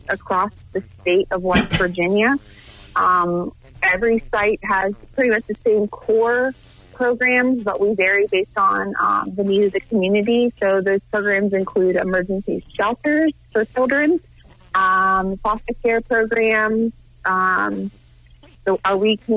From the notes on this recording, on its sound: called